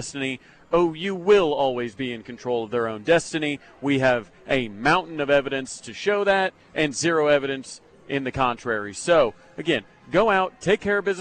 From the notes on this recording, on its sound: live from The HBC Bob Stoops Charity Golf Tournament at Jimmie Austin